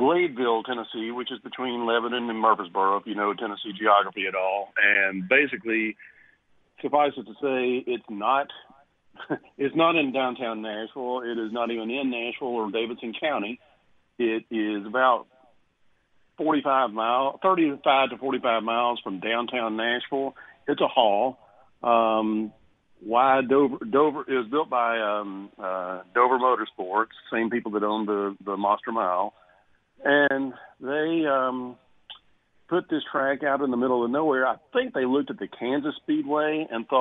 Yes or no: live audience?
no